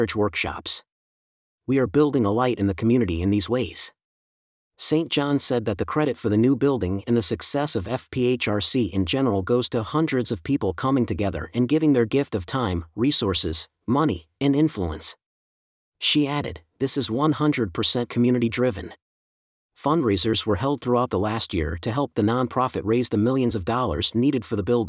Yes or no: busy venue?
no